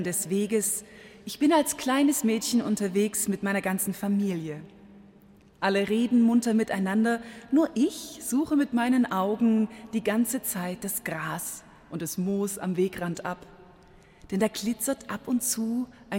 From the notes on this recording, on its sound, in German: Live-Gottesdienstübertragung aus der Stadtkirche in Kitzingen